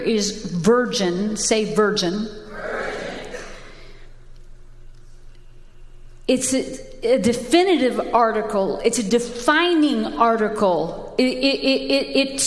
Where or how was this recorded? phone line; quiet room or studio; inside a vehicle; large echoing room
large echoing room